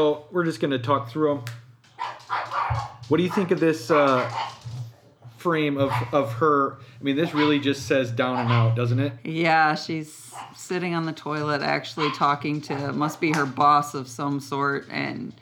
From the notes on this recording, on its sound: It was recorded with a different microphone. You can hear quite about bit of extra sounds like their dogs.